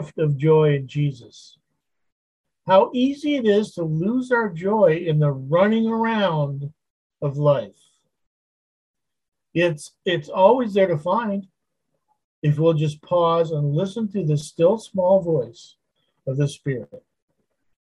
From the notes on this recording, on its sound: Wednesday Zoom study